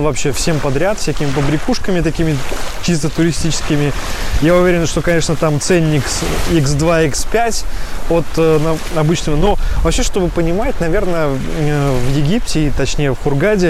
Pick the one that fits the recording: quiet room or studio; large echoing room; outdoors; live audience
outdoors